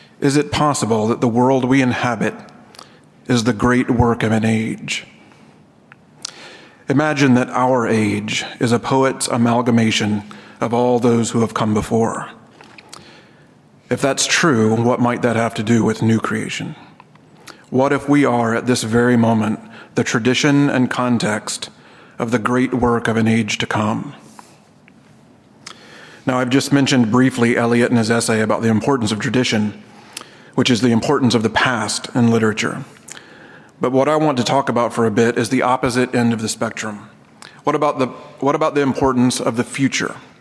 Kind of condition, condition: setting, live audience